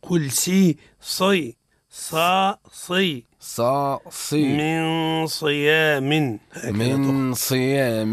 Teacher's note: النون عند الصاد حكمها الإخفاء بغنة